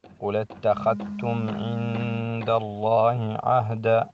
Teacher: عند نون ساكنة قبل الدال حكم الإخفاء مع الغنى